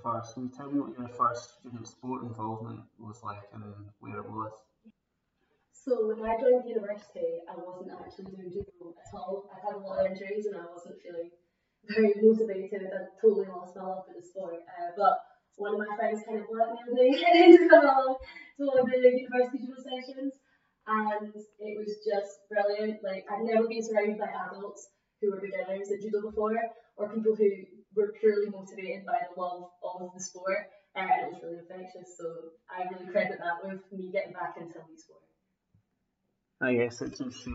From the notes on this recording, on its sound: Please note that we have had difficulties on the day with recording with audio, resulting in some clips being edited out and a lower sound quality.